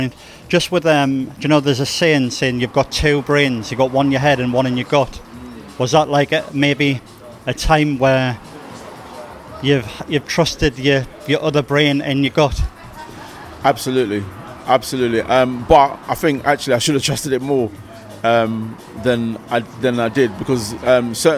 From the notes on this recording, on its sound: Newcastle The Bridge Hip Hop UK Festival Newcastle upon Tyne. The interview was filmed at the Star and Shadow as part of the The Bridge Hip Hop Uk Festival that was held in Newcastle.